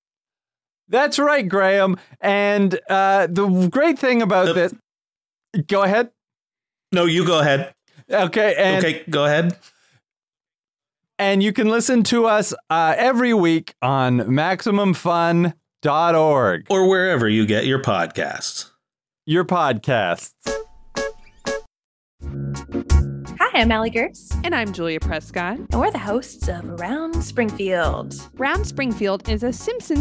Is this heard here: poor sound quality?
no